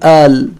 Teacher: اللهجات العربية قد يبدلون القاف بالهمزة